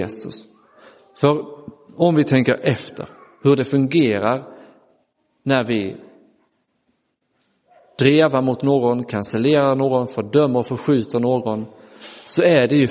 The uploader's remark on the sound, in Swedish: Inspelad i Roseniuskyrkan den 30 april 2023.